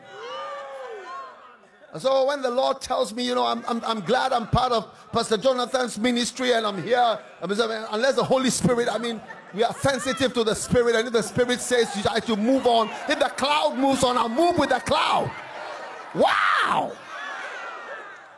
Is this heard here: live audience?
yes